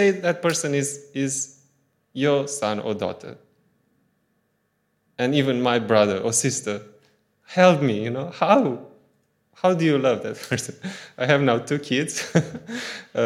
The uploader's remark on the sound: Audio from a sermon in Hatch End